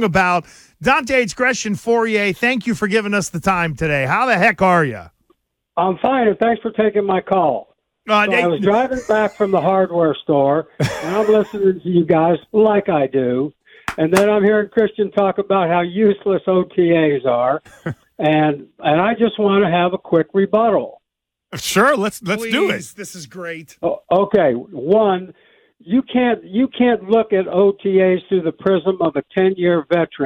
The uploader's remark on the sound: Naturally, he called.